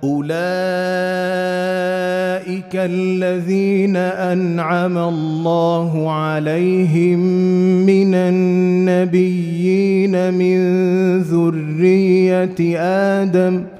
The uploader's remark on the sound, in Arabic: مسجل من صلاة التراويح بمسجد السلام بحي مشرفة بجدة.